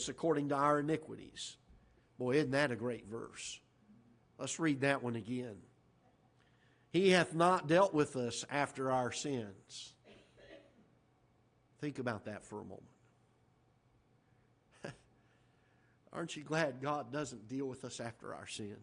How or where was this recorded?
large echoing room